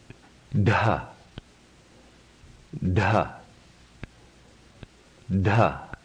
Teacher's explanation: a soft sound, which has full breath, is aspirated.